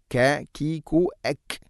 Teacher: ഔ തെറക്തുമൂഹ, കാഫിൻ്റെ ഉച്ചാരണം ഔ തെറക്, കാ കീ കു എക്, ഔ തെറക്തുമൂഹ ഖായിമതൻ, മഖ്റജ് ഖാഫിൻ്റെ മഖ്റജ് ചെറുനാക്കിൻ്റെ ഭാഗമാണ്